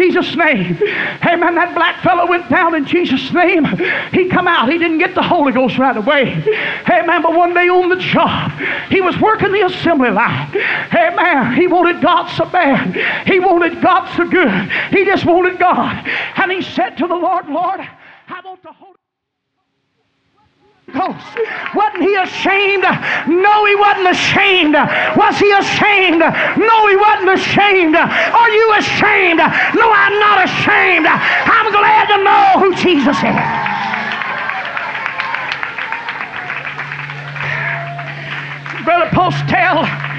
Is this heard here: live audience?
yes